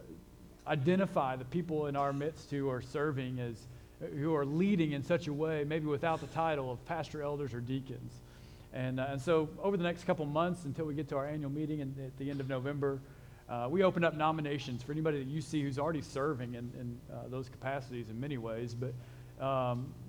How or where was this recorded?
large echoing room